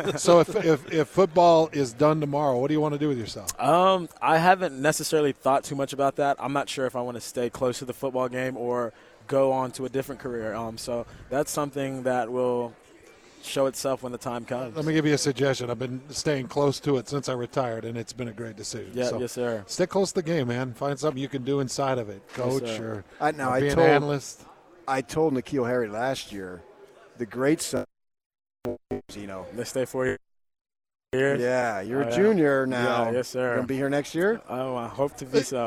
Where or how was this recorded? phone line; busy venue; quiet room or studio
busy venue